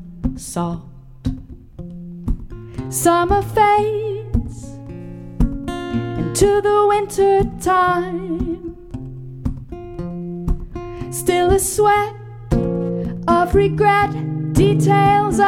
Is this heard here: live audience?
yes